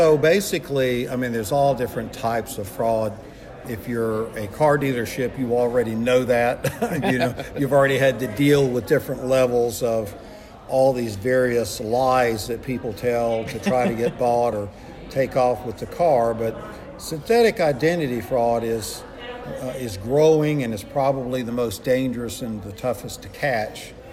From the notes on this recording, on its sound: This episode of the Auto Remarketing Podcast recorded during the recent Auto Intel Summit in Raleigh, N.C.